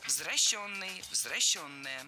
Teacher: Заменяем «е» на «ё» во втором слоге и переносим ударение на нее.